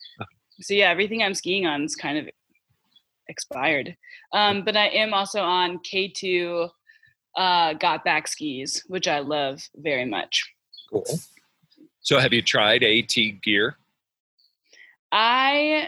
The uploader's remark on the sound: Spoke over Zoom.